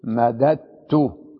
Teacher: مثلا مد لما أسندها إلى ضمير رفع متحرك أقول مددت. نعم أفك إدغام الدال التي هي مضاعفة